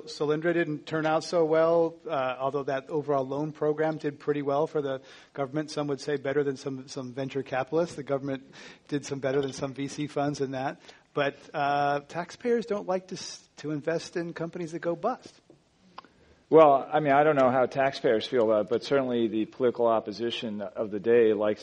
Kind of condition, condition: setting, live audience